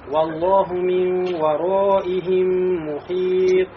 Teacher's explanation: нун, да, перед вал исчезает, но остается гунна, качество этого буквы, этого звука.